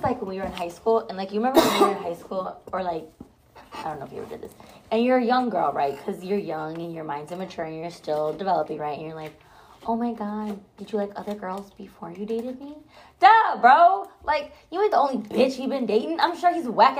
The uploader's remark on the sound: Please excuse all the background noise our laptop did and we did this on our phone.